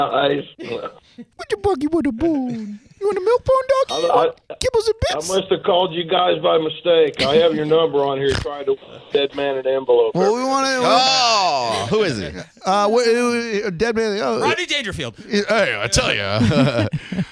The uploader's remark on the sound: Called in to a radio show.